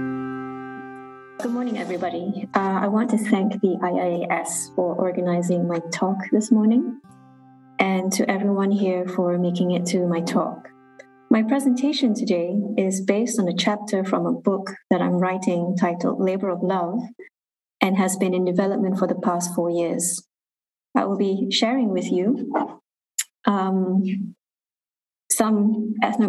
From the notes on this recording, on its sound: was recorded during a live webinar event